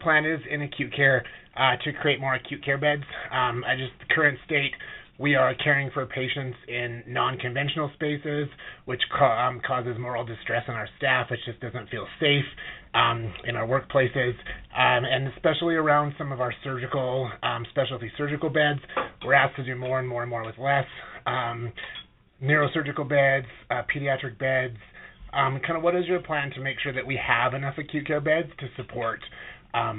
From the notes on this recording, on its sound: Health care professionals participated in a telephone town hall.